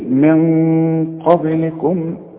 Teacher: عندي نون بدون تشكيل بعدها قاف، دي من حروف الإخفاء، بس انت لسه ما خدتش الحكم ده، مش هركز لك عليه دلوقتي، لكن اقول لك هنا في غنة تقول من قبلكم.